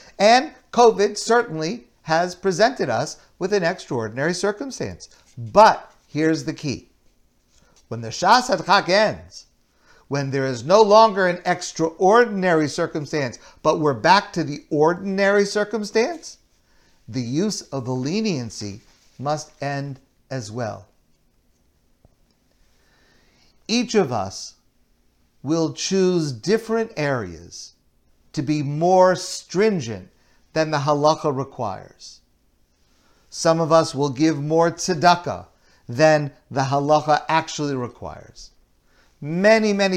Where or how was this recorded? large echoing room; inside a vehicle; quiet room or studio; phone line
large echoing room